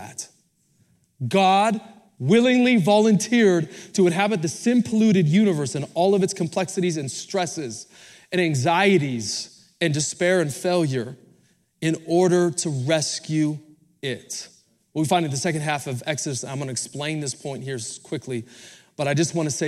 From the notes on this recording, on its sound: Recorded Live at Capital Church in Meridian, Idaho